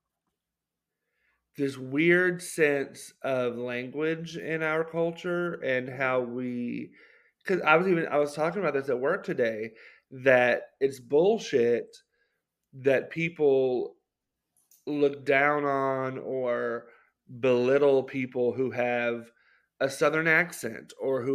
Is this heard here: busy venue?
no